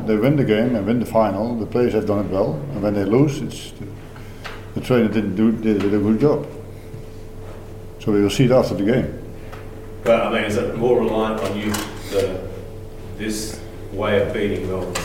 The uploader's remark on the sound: Pre-match press conference. Speak with media at Coopers Stadium ahead of the FFA Cup Final 2019.